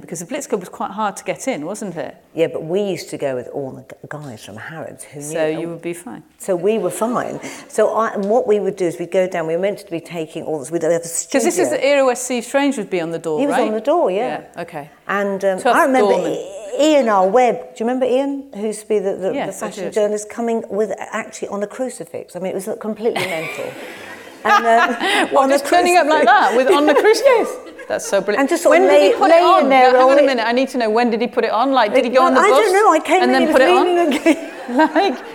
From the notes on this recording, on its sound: In front of a live audience at the Shaw Theatre, London. Thanks to Penguin Random House for producing this live event, the staff at the Shaw Theatre.